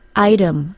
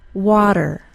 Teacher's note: We use the alveolar tap like a quick voiced T sound, as in the word item and the middle of the word water.